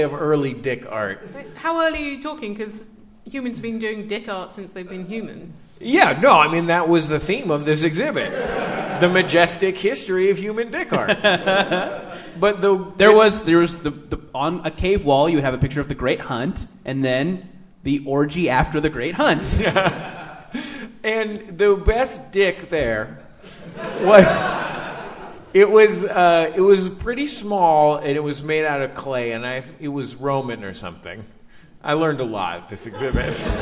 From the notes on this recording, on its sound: Live in London. Live from the London Podcast Festival in London.